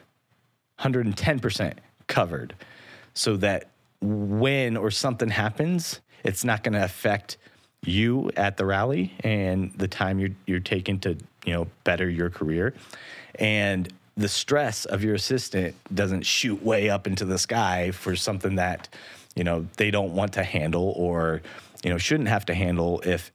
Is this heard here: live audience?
no